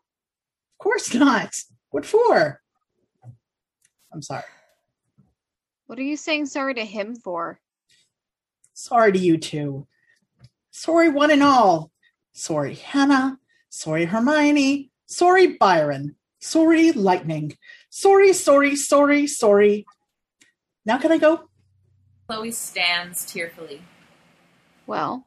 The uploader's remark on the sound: During the COVID-19 lockdowns, to deal with isolation and lack of live theatre, we started gathering some of our favourite people every Tuesday & Saturday night to read scripts over Zoom.